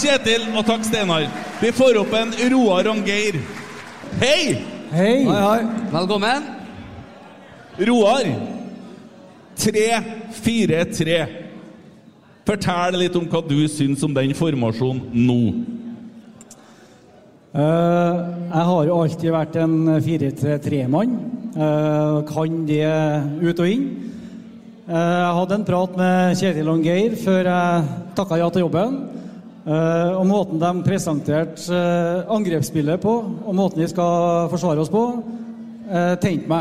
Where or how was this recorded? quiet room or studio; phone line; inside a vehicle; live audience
live audience